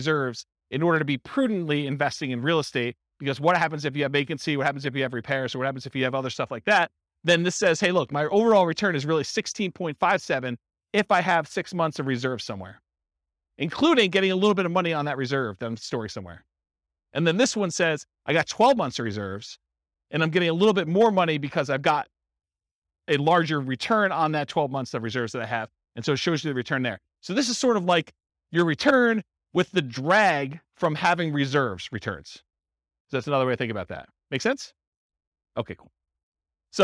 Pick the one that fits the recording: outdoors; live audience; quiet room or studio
live audience